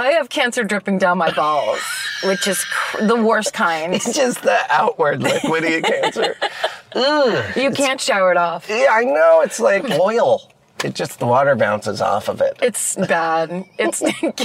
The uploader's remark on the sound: In the Car